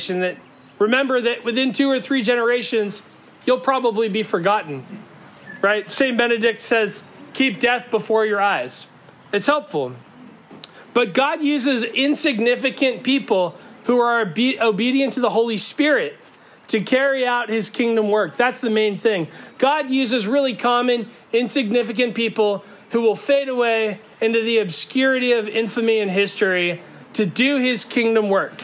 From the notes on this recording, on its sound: Our apologies that it sounds like we are yelling. The sermon was delivered outside with no amplification.